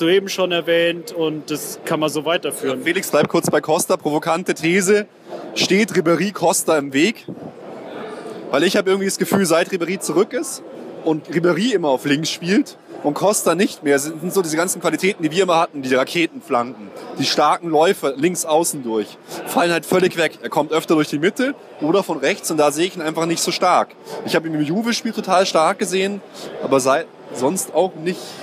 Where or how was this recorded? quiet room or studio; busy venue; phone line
busy venue